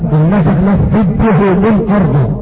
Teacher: الكسائي ادغم الفاء بالباء في قوله تعالى: إن نشأ نفسد به من أرض